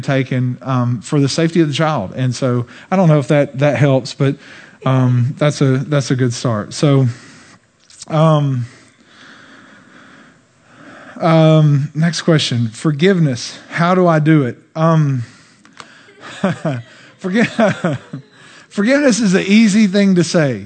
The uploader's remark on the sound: During this special weekend service. Answered the questions sent in live from the platform.